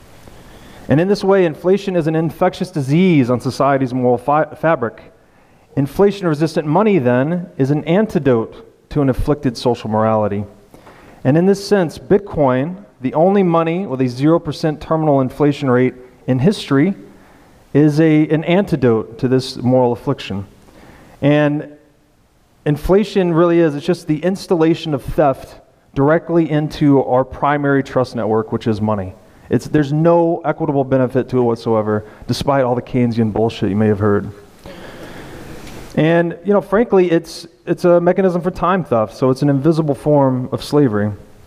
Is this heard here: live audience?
yes